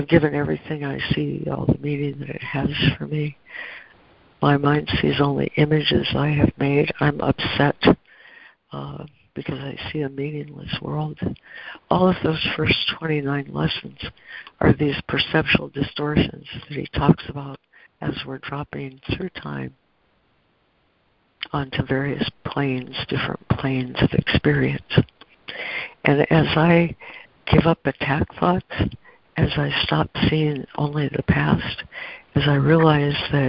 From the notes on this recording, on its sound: ACIM Daily Conference Call